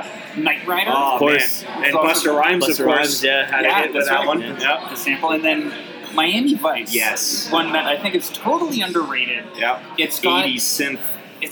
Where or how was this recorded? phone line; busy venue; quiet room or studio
busy venue